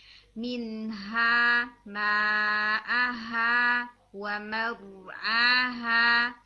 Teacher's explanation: یعنی اقص الحلق سے بالکل ڈیپسٹ پارٹ سے آپ نے ساؤنڈ انیشیٹ کرنی ہے. ریلیکس ہو کر ساؤنڈ کو نیچے سے نکالنے کی کوشش کریں.